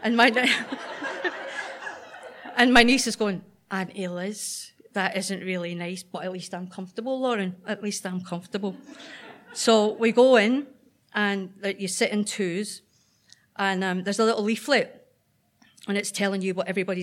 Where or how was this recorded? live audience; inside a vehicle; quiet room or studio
live audience